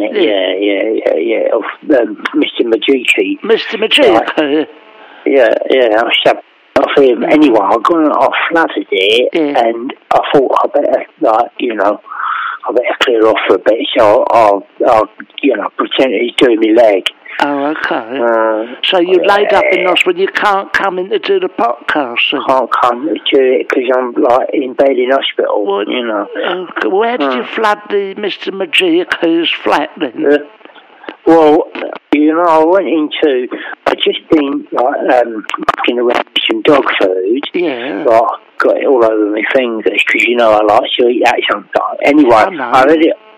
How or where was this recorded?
phone line